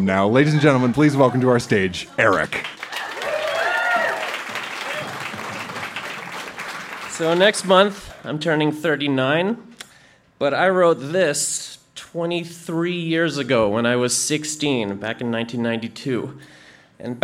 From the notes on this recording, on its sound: Recorded live at the Mercury Room in Edmonton, AB.